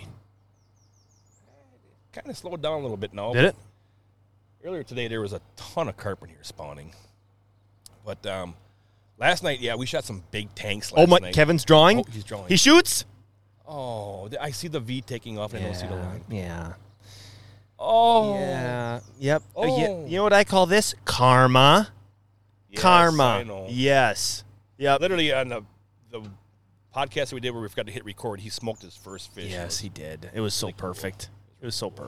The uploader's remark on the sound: LIVE Podcast on the water. Coming at you live from the waters as the carp are spawning.